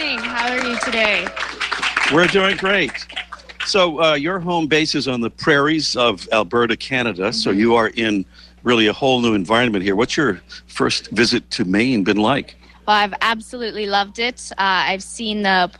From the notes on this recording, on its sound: Our latest show comes from the L.L.Bean/Maine Audubon Birding Festival in Freeport, Maine — featuring on-site guests from Maine, and Alberta, Canada.